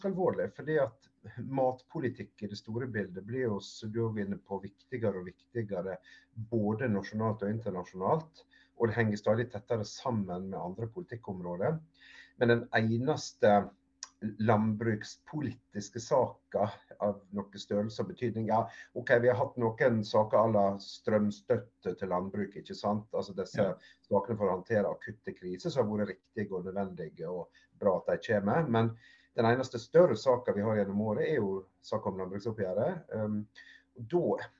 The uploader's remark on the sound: Live Zoom